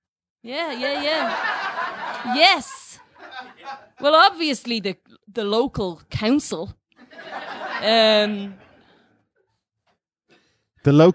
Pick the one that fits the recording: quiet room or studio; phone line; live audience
live audience